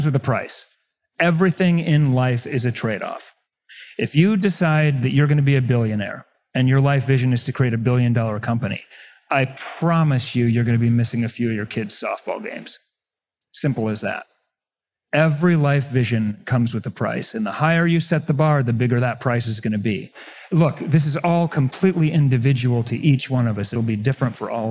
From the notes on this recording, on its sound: In this 3-way panel discussion live from Mindvalley's A-Fest stage in Bali.